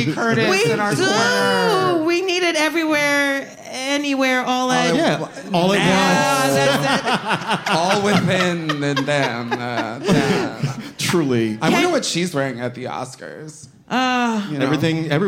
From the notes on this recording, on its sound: LIVE at the Bell House